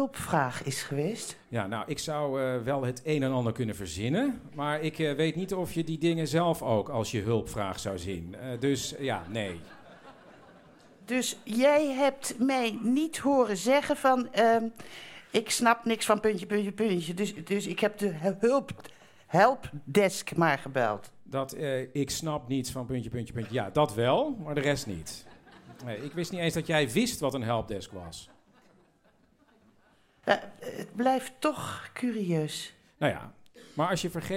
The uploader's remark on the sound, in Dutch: Opgenomen in het BIM HUIS in Amsterdam.